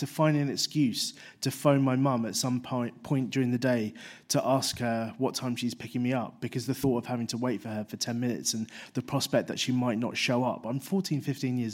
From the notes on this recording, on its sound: 5x15 Bristol. Recorded at the 5x15 event in Bristol, on September 11, 2016.